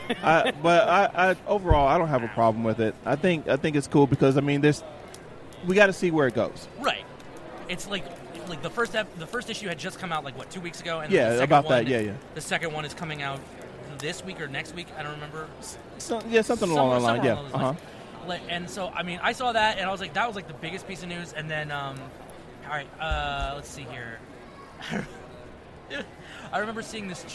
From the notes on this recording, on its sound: we're live at AwesomeCon 2016 talking to the crowds.